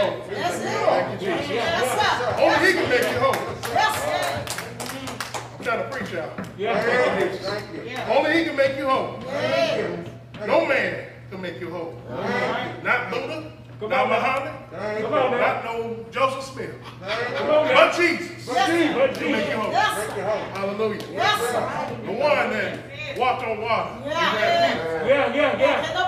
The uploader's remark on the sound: This is audio of me preaching back in 2021 in Cedar Fork Baptist Church.